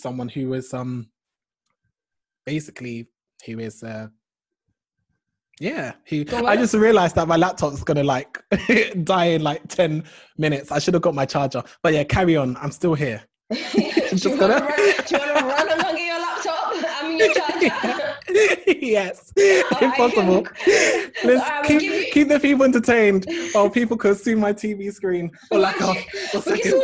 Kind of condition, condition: link, video call